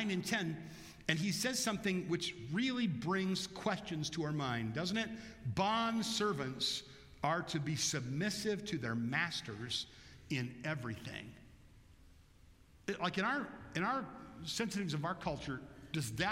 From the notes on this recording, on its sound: Bethel Church–Jackson, Michigan